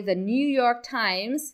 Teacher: a gente tem o TH vozeado, que é a linguinha entre os dentes